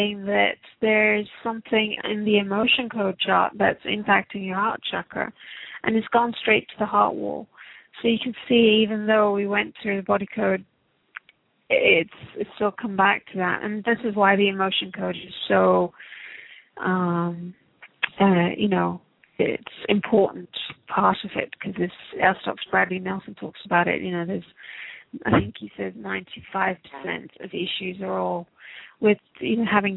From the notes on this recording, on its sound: Takes your calls for healing live today!